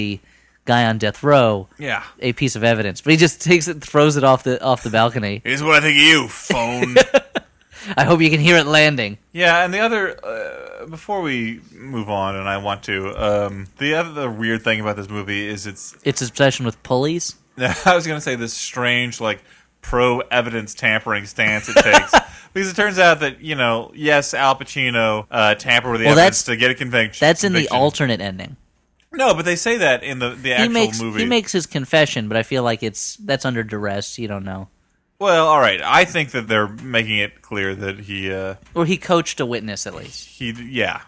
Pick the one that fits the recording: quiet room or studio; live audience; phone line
quiet room or studio